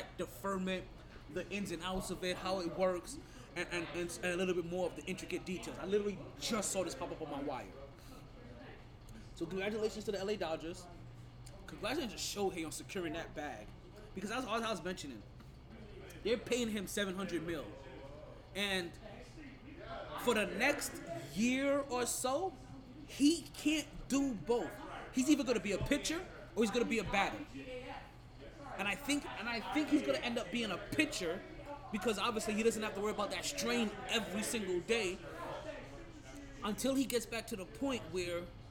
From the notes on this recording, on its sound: Live from Sharkeys